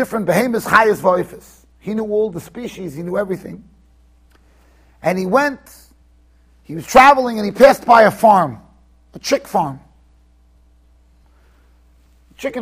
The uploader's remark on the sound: Shiur recorded in Yeshivas Ohr Reuven, Monsey NY.